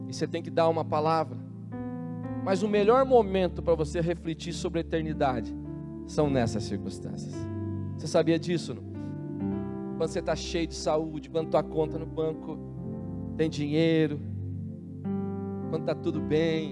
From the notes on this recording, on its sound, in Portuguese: na Igreja ABA Curitiba (Transmitido ao vivo)